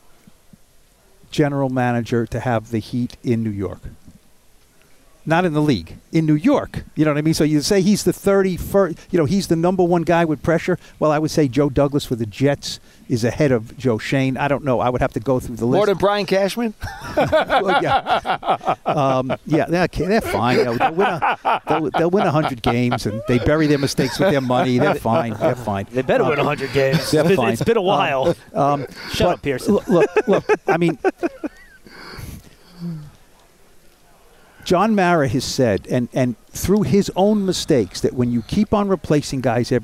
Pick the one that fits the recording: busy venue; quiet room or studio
busy venue